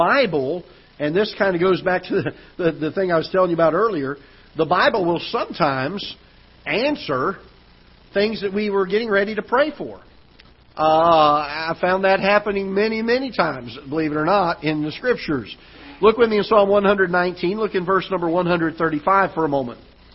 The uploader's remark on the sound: Ketha Heights Baptist Church ~ Live Broadcast